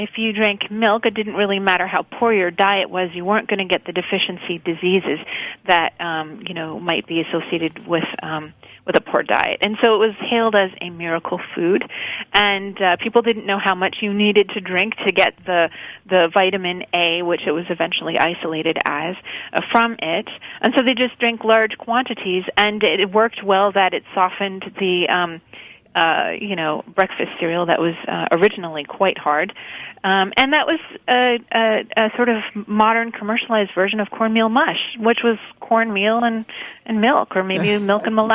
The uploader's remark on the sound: via phone